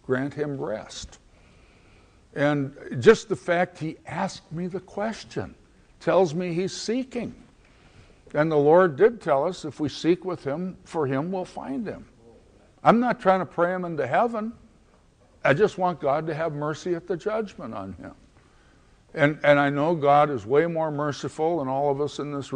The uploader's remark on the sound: at the 2009 Conference on Missions and Evangelism of the Antiochian Orthodox Christian Archdiocese of North America